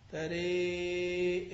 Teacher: وفتح أيضا كمشكاه في النور، ومرضاتي ومرضاه كيف جاء، وحق تقاتي بآل عمران، وأمال الراء دون الهمزة وصلا من قوله تعالى فلما تري الجمع في الشعراء، وإذا وقف أمال الراء والهمزة معا · Term: الإمالة